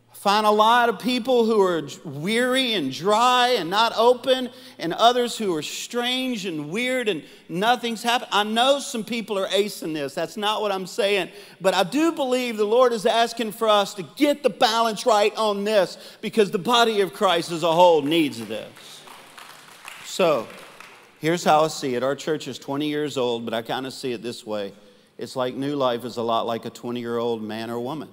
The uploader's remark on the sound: Live Recording